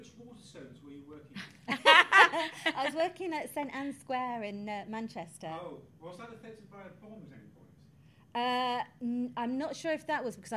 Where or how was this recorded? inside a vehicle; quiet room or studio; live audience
live audience